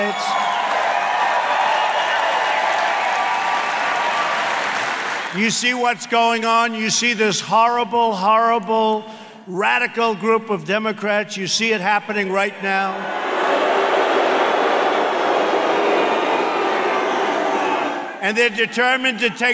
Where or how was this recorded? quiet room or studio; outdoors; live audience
live audience